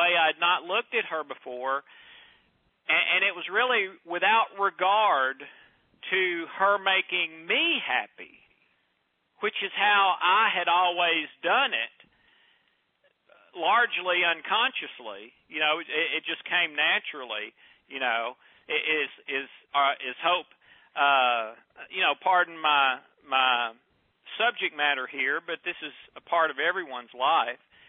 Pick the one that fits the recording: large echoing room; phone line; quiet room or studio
phone line